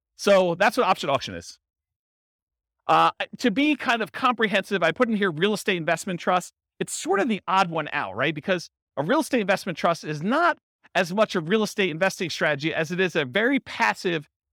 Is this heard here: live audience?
yes